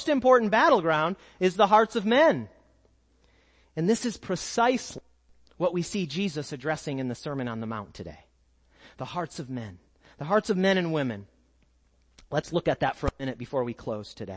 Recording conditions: large echoing room